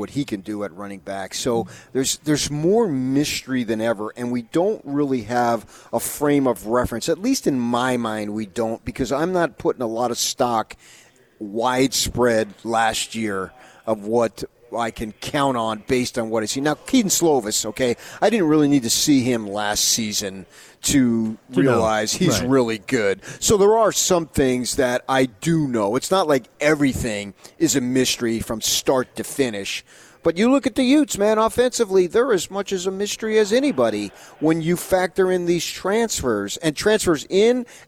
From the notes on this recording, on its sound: live at Pac-12 Media Day